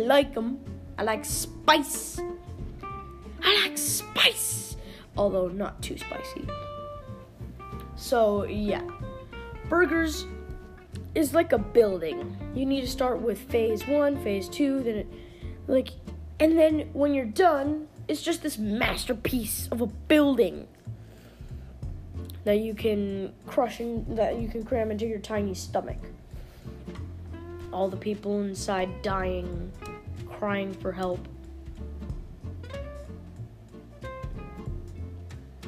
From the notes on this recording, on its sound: Sorry if my voice sounds funny I’m going to be getting a microphone soon!